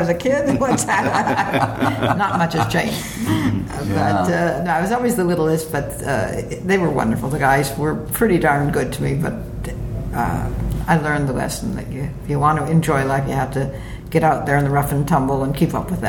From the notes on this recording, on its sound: while at the Port Townsend Wooden Boat Festival